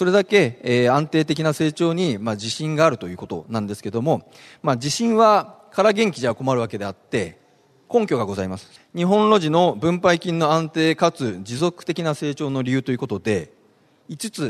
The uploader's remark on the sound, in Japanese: ２月２０日に東京証券取引所で開催した「J-REITファン2016」に登壇した